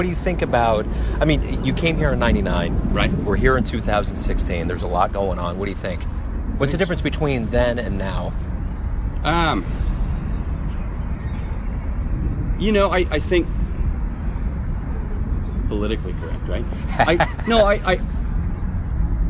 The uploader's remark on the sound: Live at the Blue Room in KCMO